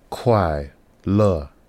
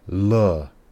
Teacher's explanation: kuai, fourth tone. Le, fourth tone.